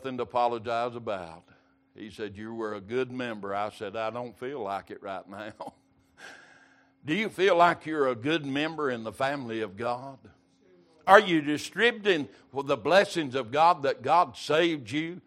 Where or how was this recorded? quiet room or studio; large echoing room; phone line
large echoing room